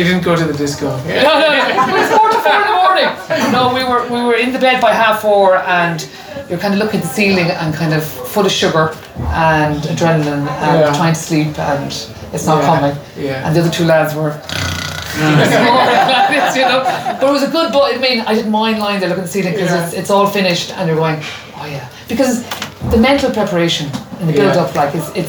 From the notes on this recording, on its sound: a conversation straight from the Christmas party of the Galway Bay Cycling Club